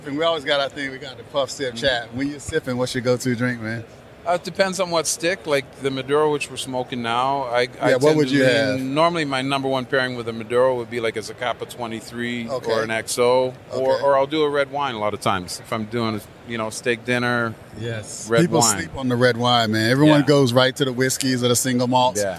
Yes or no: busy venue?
yes